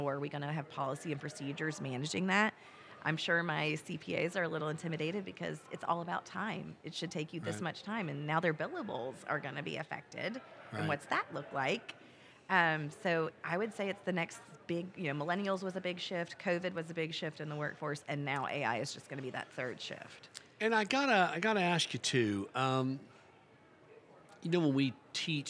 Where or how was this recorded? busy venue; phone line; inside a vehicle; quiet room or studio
busy venue